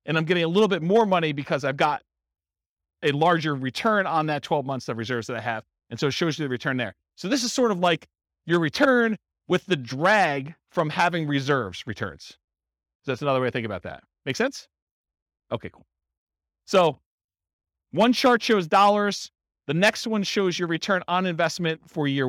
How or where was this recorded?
live audience